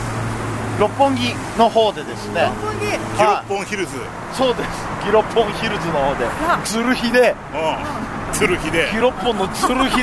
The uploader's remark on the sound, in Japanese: 収録直後の帰り道で収録した収録後期をお届けします！